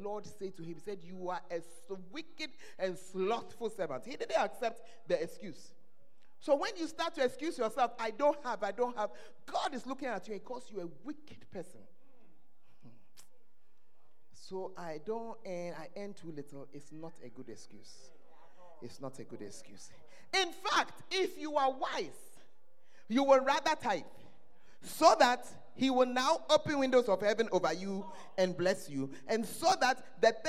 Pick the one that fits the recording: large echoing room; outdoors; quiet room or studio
large echoing room